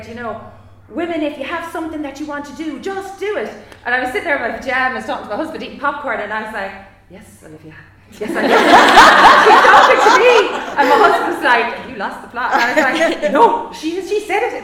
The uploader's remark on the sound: A Live Panel Podcast from WFT & WGI. Moderated a lively panel discussion.